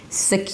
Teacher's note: you wanna combine the y and the r, your, to connect them. Security. And then you reduce it to a schwa sound, a flap T, so it sounds like a D, and an E sound at the end.